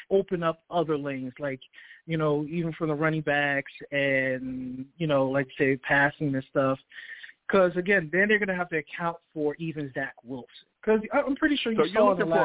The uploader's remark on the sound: I take live callers as well!